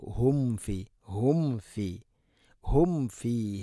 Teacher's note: സാക്കിന മീമിന് ശേഷം ഫ വരുമ്പോൾ രണ്ട് ചുണ്ട് തമ്മിൽ തട്ടൂല, അത് ശ്രദ്ധിച്ചുകൊണ്ട് പറഞ്ഞാൽ മാത്രമാണ് അങ്ങനെ തട്ടുകയുള്ളൂ.